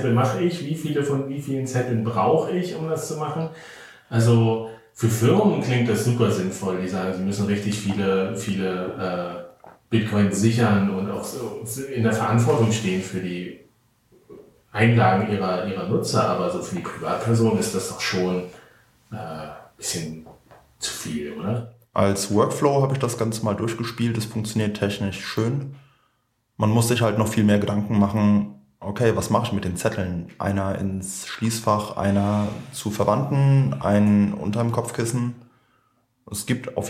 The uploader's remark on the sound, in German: Der Honigdachs als Fern-Stammtisch. Wer sich beim Hören wundert, dass der Ton dieser Folge etwas hallig ist – da hat uns die Technik einen Strich durch die Rechnung gemacht.